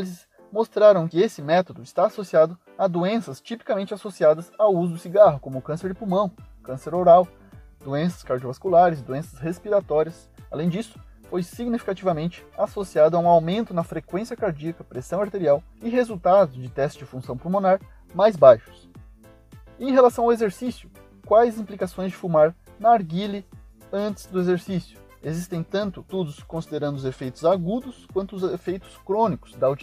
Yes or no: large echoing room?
no